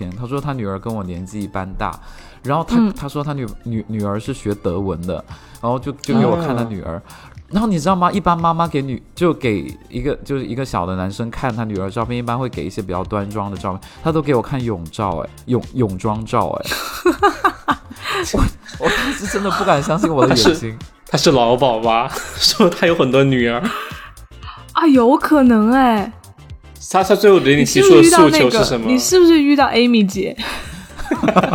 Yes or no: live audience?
no